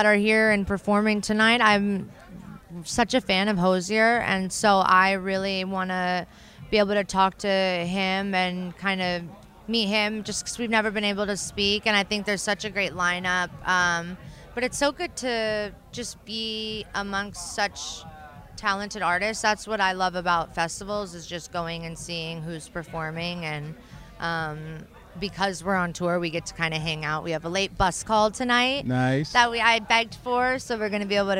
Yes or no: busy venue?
yes